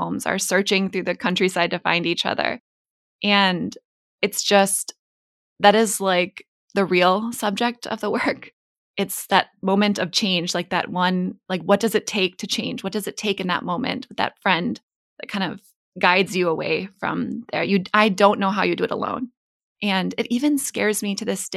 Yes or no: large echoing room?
no